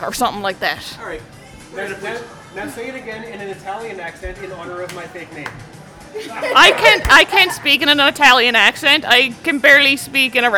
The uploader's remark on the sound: Fan Expo 2017. On this special episode I brought a mic to dinner.